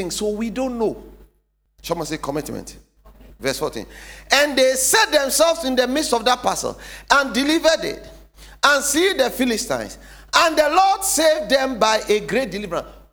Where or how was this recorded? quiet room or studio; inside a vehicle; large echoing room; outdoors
large echoing room